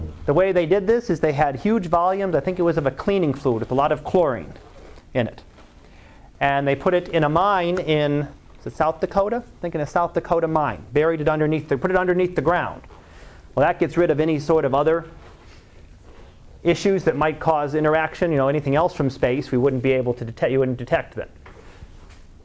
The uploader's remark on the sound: Live Class Lecture.